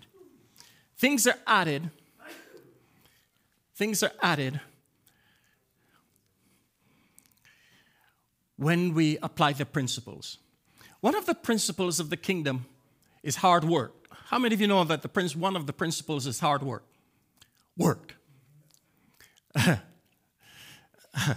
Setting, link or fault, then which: setting, large echoing room